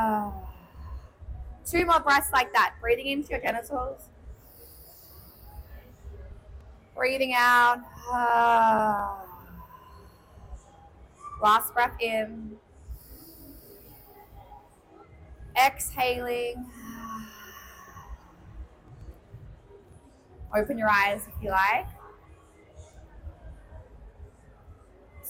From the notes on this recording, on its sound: Live from LoveX Brisbane!